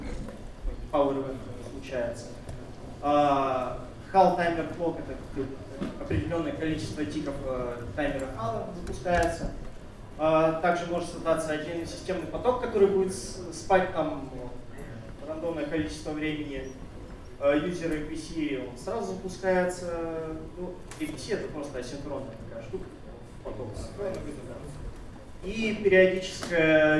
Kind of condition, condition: setting, live audience